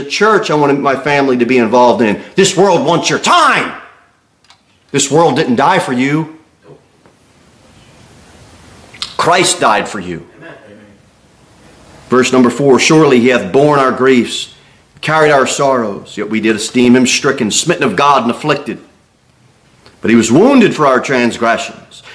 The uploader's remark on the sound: Sermon delivered at Pilgrim Baptist Church